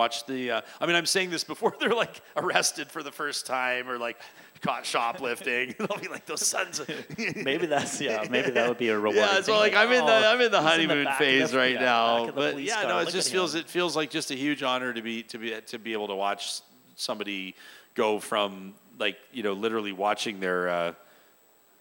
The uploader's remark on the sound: joined us LIVE at Arcadia Brewing